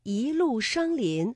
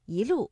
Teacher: 第一句的“一路霜林”，我们的“一”读二声